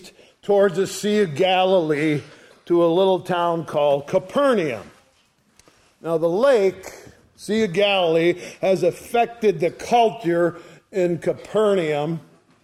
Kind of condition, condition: setting, large echoing room